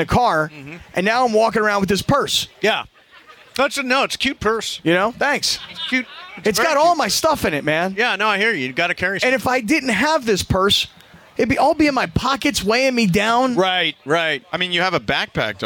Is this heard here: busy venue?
yes